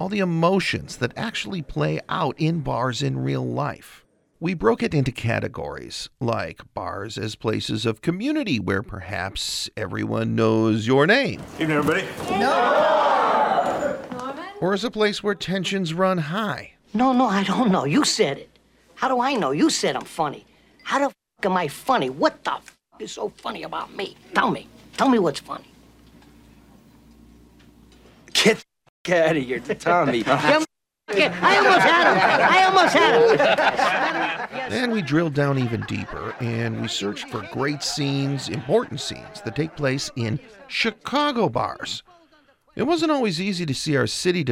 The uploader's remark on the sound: Curious City Live from Goose Island Barrelhouse